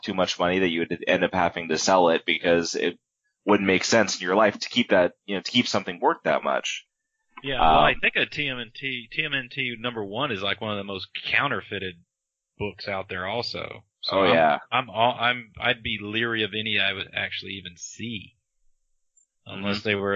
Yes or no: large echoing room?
no